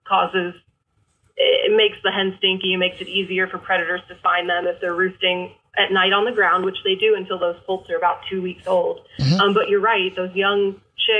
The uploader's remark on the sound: call in from Kansas